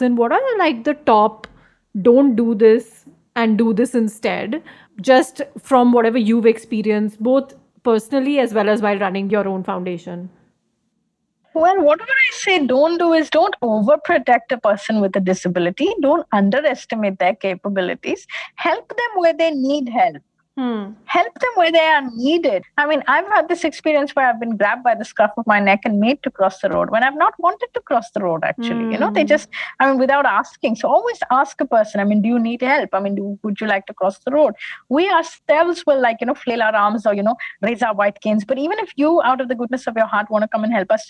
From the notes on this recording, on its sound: This episode was recorded over zoom.